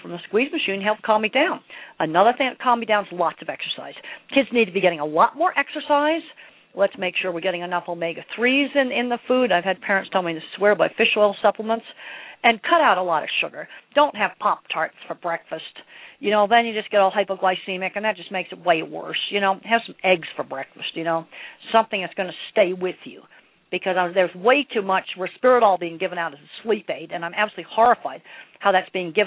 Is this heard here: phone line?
yes